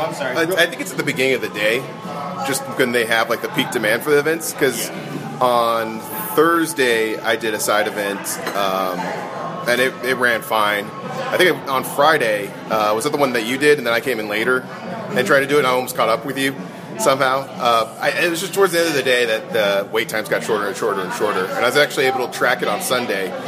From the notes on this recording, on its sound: record on the street, Top 8 Magic style, in Vegas